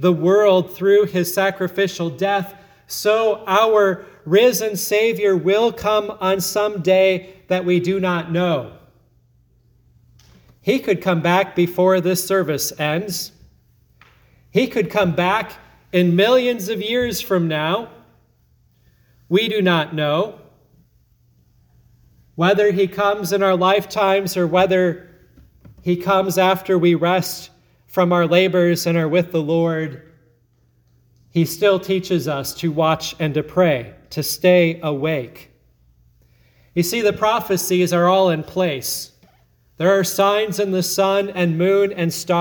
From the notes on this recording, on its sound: sermon at Grace Lutheran Church, Lexington, MO